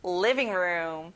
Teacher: 자, living 할 때 li를 강하게 해보세요.